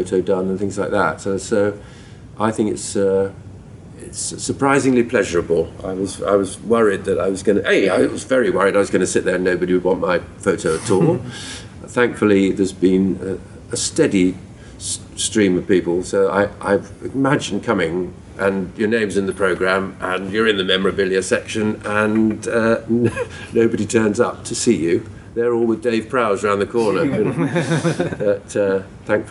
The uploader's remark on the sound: Recorded at London's MCM comic con, here is a round table interview